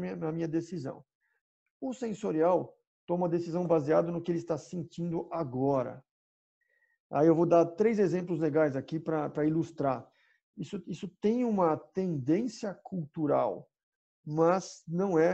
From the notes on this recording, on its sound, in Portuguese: Programa gravado em 28/05/20 via ZOOM.